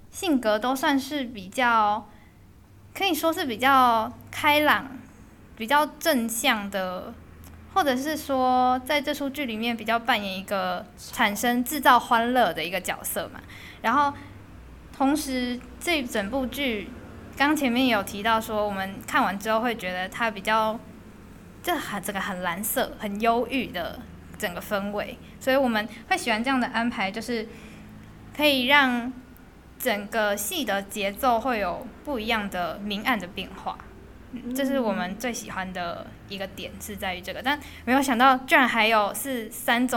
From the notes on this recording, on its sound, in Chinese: 由於場地問題，這次雜音比較明顯